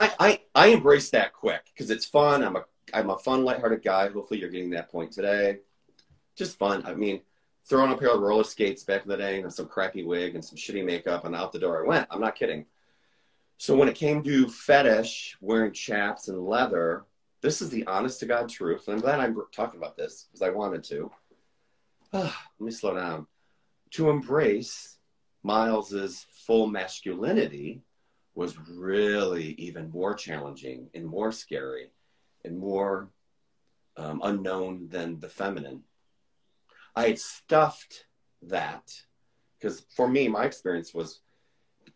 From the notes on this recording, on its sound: Recorded on 10 March 2023 on Instagram Live